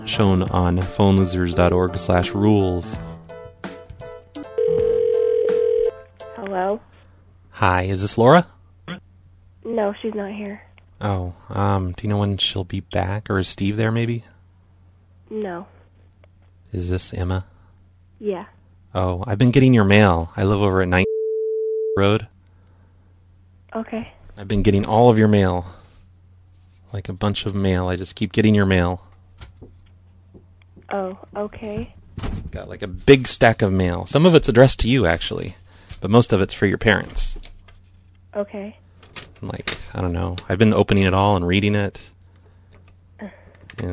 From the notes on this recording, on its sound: Prank Phone Calls